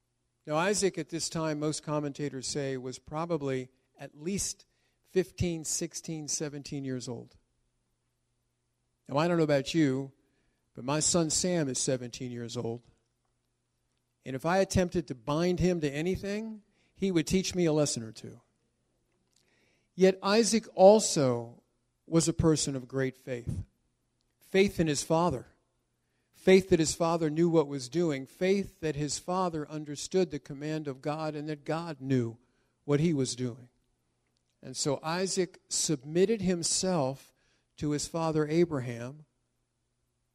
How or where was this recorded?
large echoing room